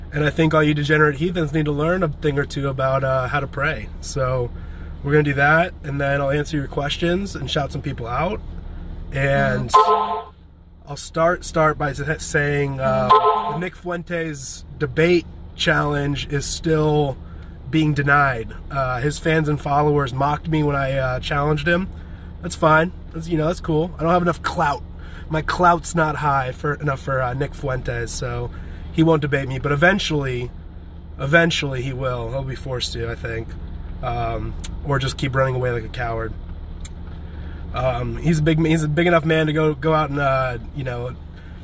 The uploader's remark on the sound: This is a livestream recorded on Instagram from my "home" in a parking lot in Brentwood, Tennessee.